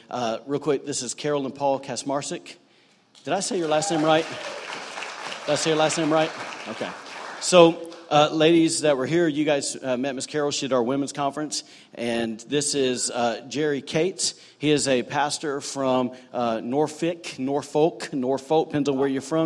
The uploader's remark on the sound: recorded on Sunday, July 29, 2018, during services at The Anchor Church in Rockport, Maine.